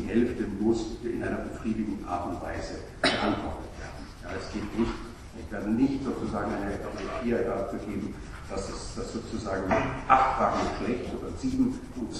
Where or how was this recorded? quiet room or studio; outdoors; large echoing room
large echoing room